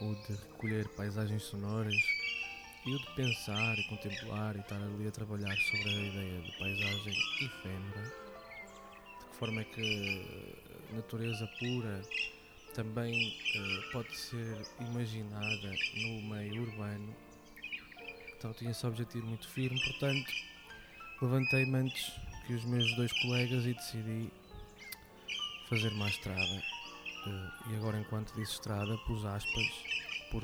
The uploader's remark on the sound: Áudio Derivas é um podcast do Teatro da Didascália, sob a forma de escapadelas sonoras pela paisagem de Joane.